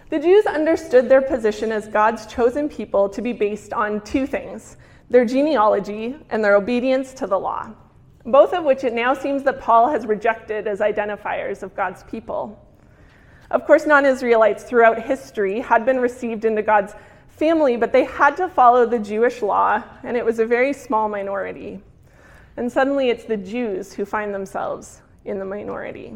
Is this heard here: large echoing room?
yes